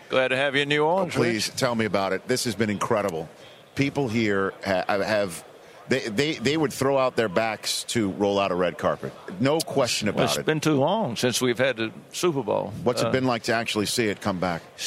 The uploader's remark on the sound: Best of Radio Row at Super Bowl XLVII.